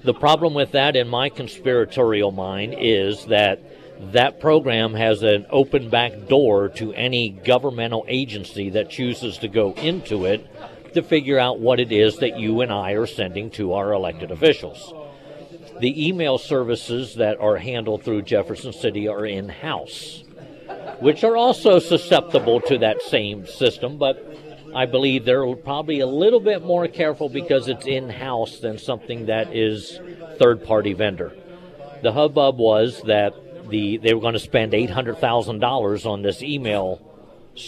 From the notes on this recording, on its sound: live at Scramblers Diner